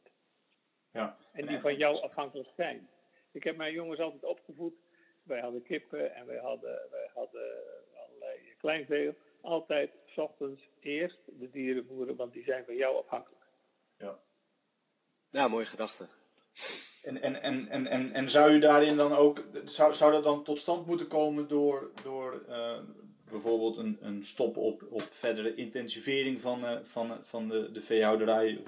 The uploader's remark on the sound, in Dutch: In dit telfoon gesprek. De geluidkwaliteit is helaas wat minder dan je van ons gewend bent.